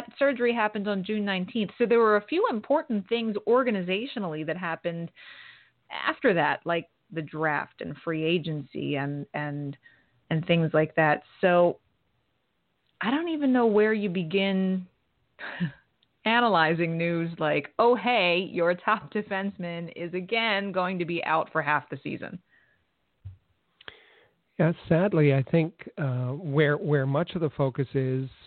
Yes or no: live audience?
no